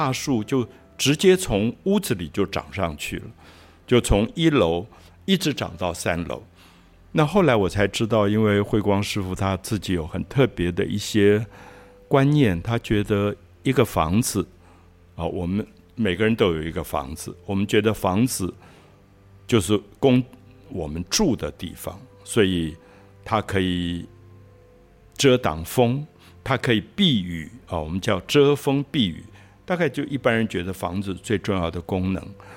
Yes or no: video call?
no